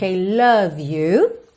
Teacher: Love, lembra que não é love, ok? Não pensa nesse O muito desenhado, não. É um som mais mais indefinido